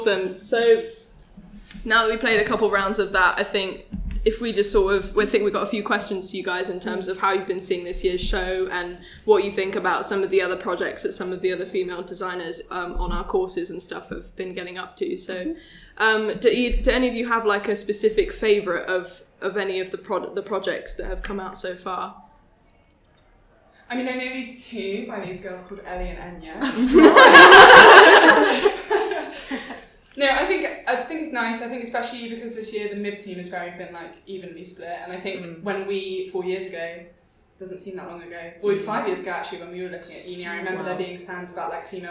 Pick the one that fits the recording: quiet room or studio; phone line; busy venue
busy venue